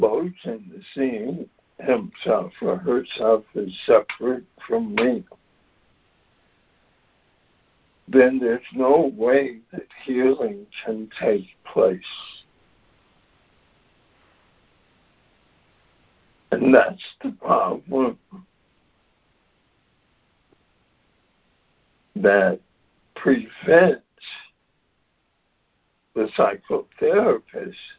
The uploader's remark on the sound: ACIM Daily Conference Call